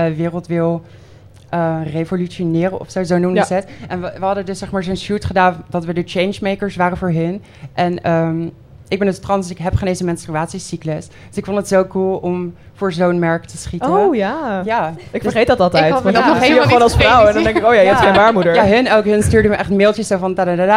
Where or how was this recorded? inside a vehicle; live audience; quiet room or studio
live audience